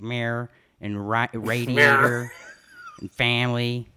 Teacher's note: So they had, you know, Philadelphia accents of their own, but I had this really bad South Philly accent with my, especially with my short A vowel sounds. I had to just make these nasally A's